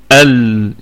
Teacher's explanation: إبغي أول حرف أصلا في المنظومة، إبغي حجك وخف عقيمة، يعني الهمزة إبغي طبعا تظهر اللام مع الهمزة. ونراعي أيضا في اللام صفة البينية التوسط بين الشدة والرخاوة، ال يكون فيها شوية زمن.